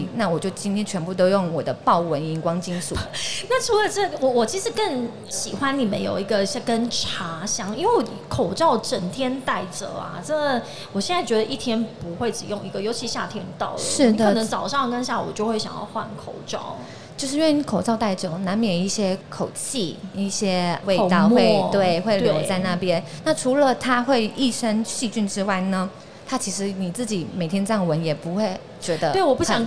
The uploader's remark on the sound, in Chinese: 2022 Medical Taiwan台灣國際醫療暨健康照護展 -Live Podcast。